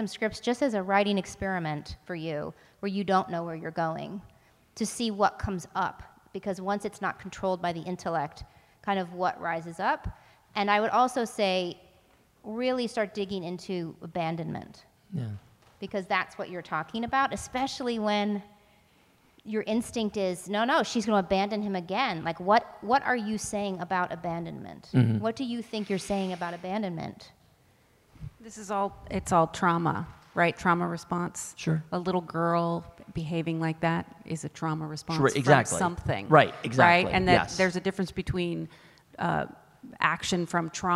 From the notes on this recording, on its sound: LIVE From The Austin Film Festival. David's Episcopal Church at the 2021 Austin Film Festival for our very first live, in-person show.